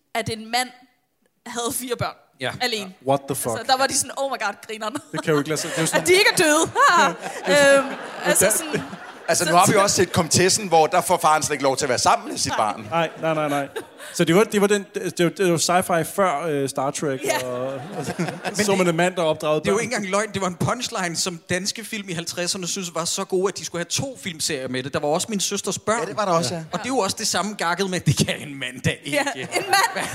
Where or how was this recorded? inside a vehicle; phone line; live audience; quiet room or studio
live audience